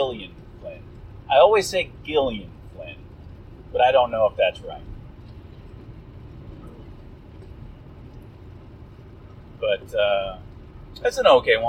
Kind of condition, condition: fault, poor sound quality